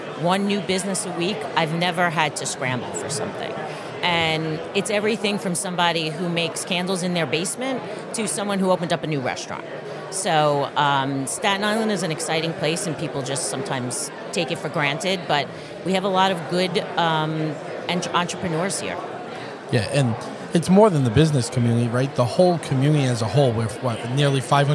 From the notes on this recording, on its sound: live from the SIEDC Business Conference